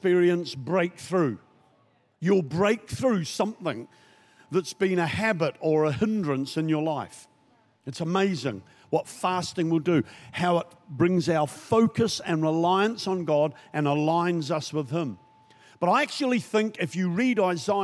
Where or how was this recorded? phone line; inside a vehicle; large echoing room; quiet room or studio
large echoing room